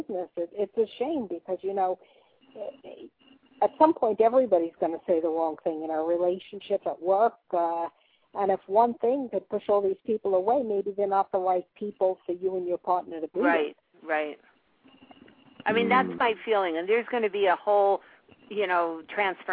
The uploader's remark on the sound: live call-in radio talk show